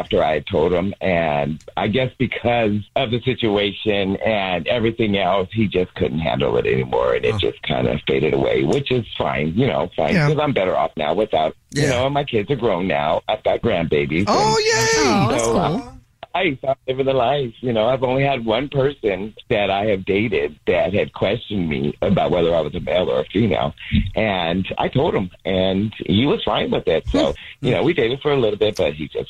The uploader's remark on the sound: The woman on the phone.